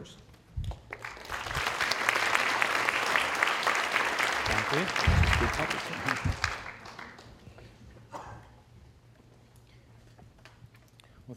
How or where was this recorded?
live audience